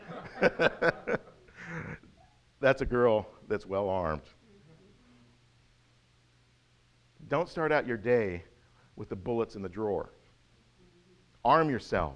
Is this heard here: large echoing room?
yes